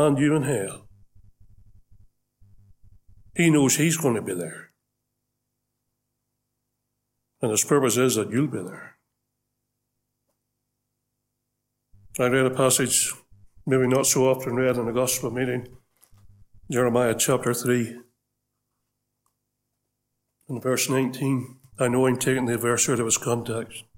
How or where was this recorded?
large echoing room